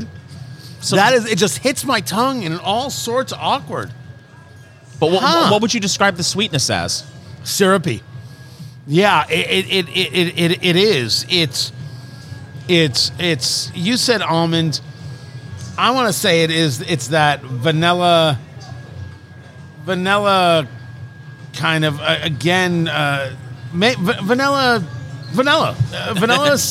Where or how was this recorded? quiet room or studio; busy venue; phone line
busy venue